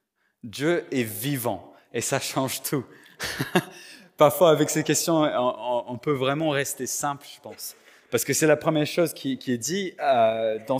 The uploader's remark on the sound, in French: Enregistré à l'église CVV, le 10/04/2022